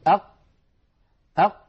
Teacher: ينقفل مخرجها انقفالا تاما، فهي حرف مجهور ليست من حروف الهمس، وهي حرف شديد لأنها من حروف أجد قطن بكت أجد قطن.